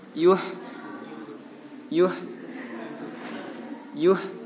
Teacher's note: ketika yu, yu menghimpun dua bibir karena dia dhammah. Kemudian ha mati, dia posisi tobi'i, tobi'i, posisi biasa.